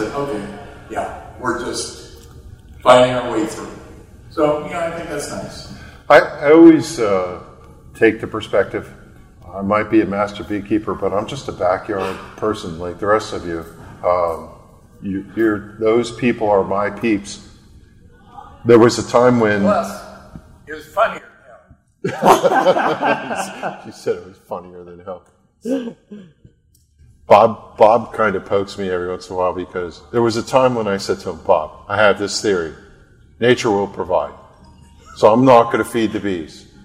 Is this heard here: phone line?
no